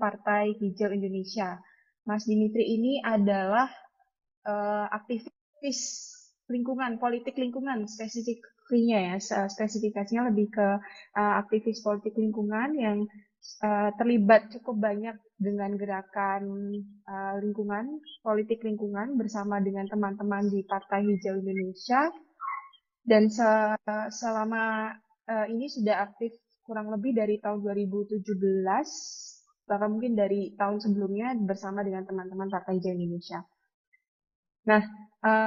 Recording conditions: video call